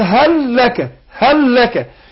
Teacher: أضغمنا اللام الأولانية عشان ساكنة في اللام اللي بعدها، ويسمى إدغام مثلين صغير.